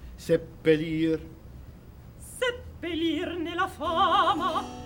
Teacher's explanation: Don't be afraid of giving real diaphragmatic punch to the double consonant.